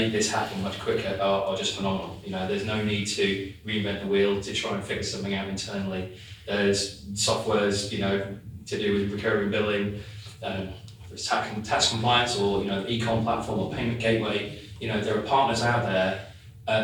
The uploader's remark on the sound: SubX Subscription Economy Podcast - LIVE at SubX World. Recorded on site at the inaugural SubX World conference held in London this May.